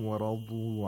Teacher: the Dad has the moderate level of Tafkhim because it has a Wawul Mad.